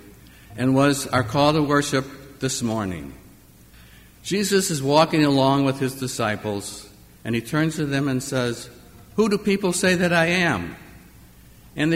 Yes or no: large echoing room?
yes